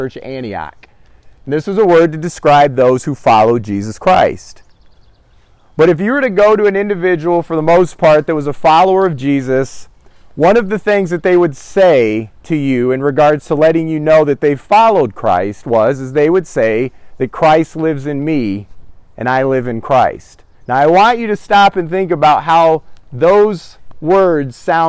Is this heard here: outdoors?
yes